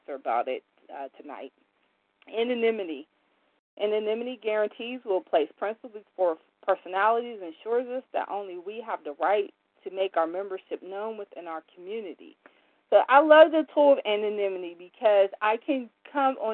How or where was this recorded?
phone line